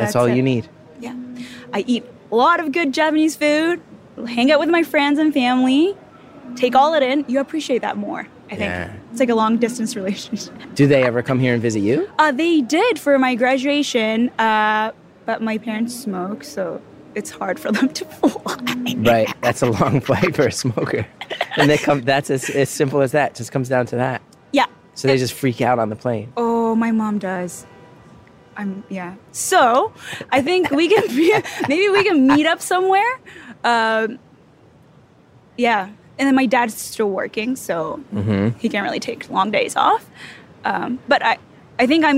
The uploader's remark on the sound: recorded this just outside of an acoustically perfect concert hall in a noisy Toronto park